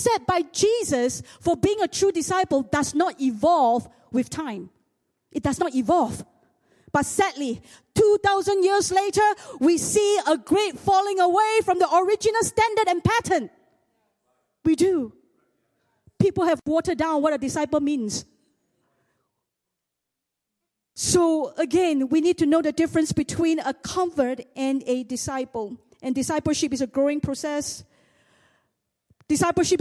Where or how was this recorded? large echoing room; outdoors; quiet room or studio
large echoing room